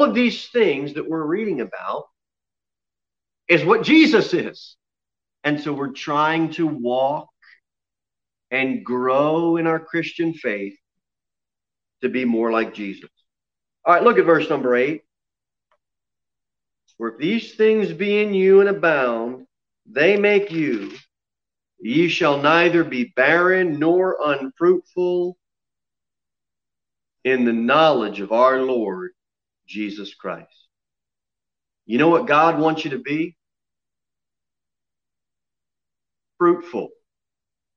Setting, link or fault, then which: setting, large echoing room